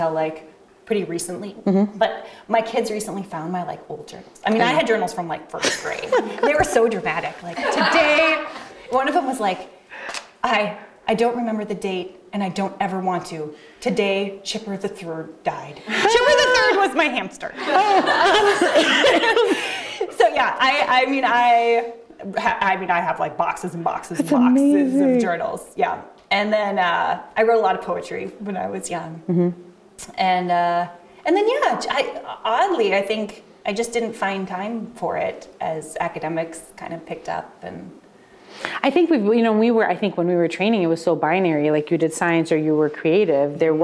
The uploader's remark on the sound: We are sharing a recording of a conversation from the 2023 Annual Scientific Meeting of the Minnesota Chapter of ACP.